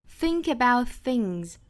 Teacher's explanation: more I think about，后面 think 和 about 连读成 think about，注意 about 的发音。About 尾部的 t 省掉，aboutthings，注意这个 things 和前面的 think 都是需要把舌头伸出来去碰触上排牙齿，形成一个 th 的发音，都是清辅音。Think about things。那有